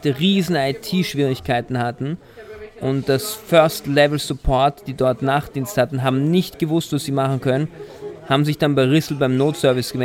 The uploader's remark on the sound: Live aus dem Golfclub. Der Podcast wurde zum ersten Mal aus dem Golfclub aufgenommen.